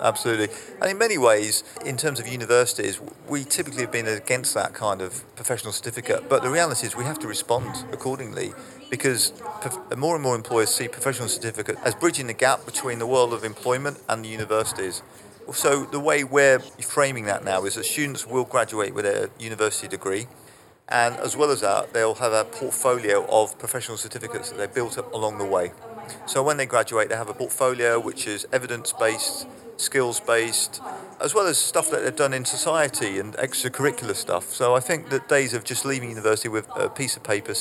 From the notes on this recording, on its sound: This episode was recorded at this year's GESF.